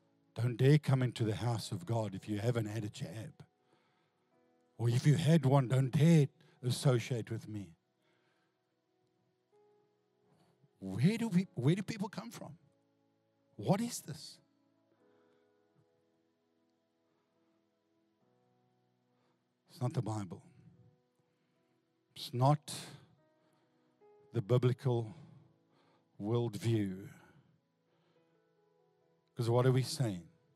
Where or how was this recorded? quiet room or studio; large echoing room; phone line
large echoing room